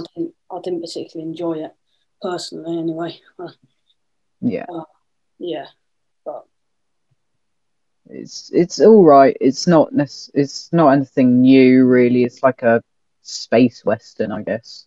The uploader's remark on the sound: This episode was recorded over zoom, so the audio might not be great.